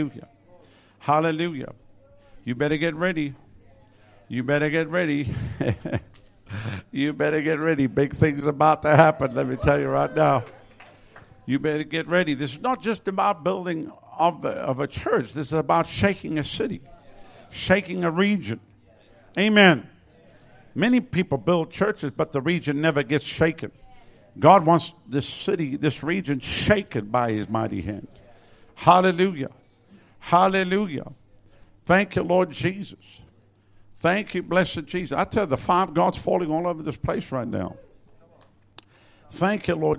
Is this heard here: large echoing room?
yes